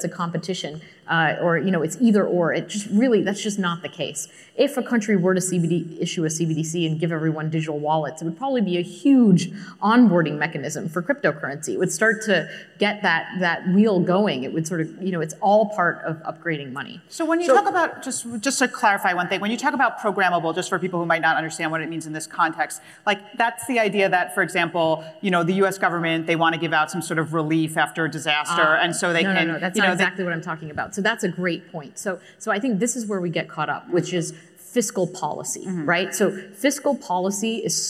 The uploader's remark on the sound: A Consensus 2022 panel from Austin, Texas